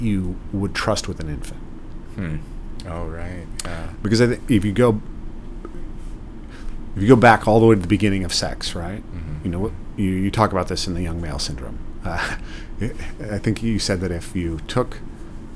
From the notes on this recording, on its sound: Today's episode was filmed at the ARC Conference in London